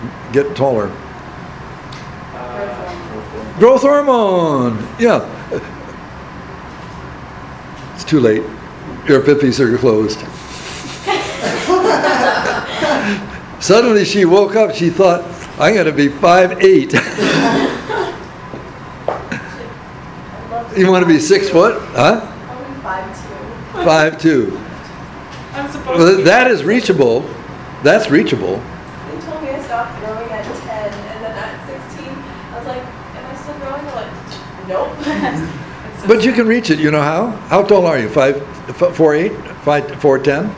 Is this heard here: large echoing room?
yes